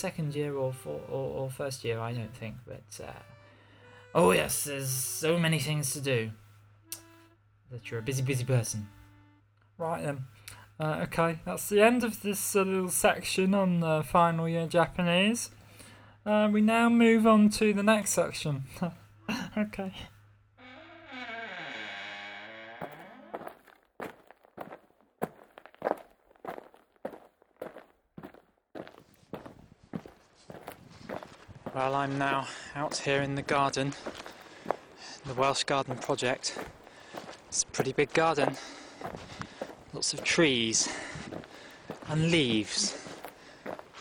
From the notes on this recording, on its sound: A lot of which was recorded in the woods in the Animal Council Clearing.